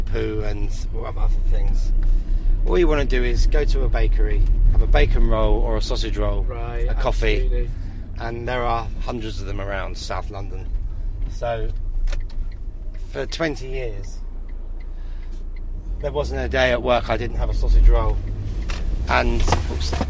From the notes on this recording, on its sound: Back in the van. We also hear from people at a Restart Party in Camden.